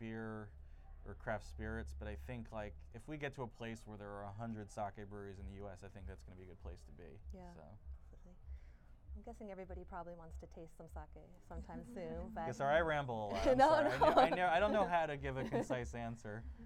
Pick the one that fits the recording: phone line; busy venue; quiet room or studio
busy venue